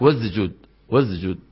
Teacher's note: خلط صوت السين بالزاي